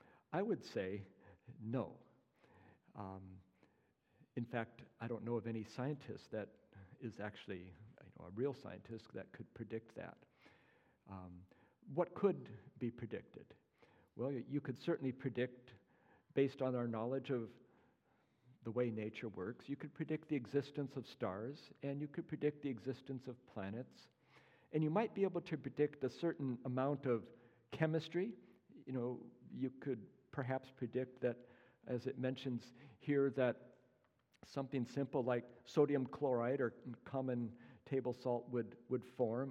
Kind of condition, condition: setting, live audience